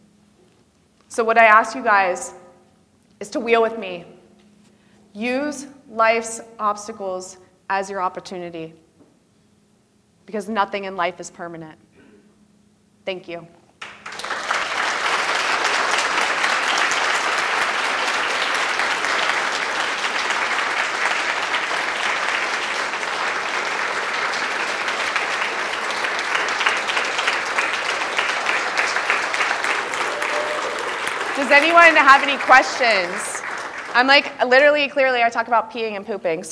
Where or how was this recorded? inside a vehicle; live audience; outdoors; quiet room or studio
live audience